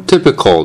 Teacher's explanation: これもね、もう K から L にそのまま入るぐらいですよ